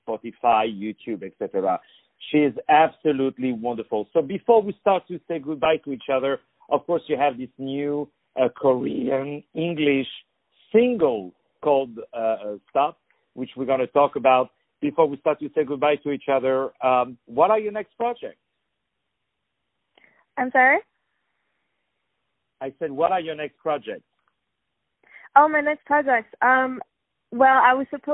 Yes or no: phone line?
yes